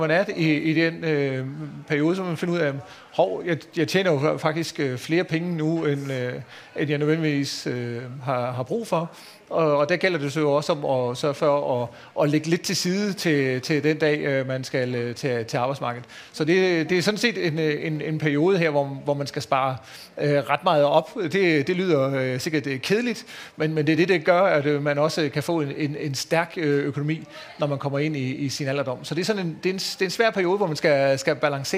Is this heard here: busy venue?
yes